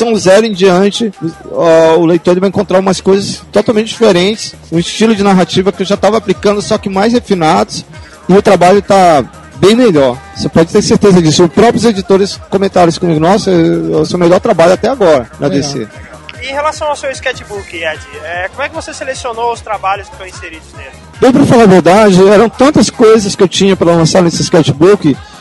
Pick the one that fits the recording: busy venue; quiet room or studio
busy venue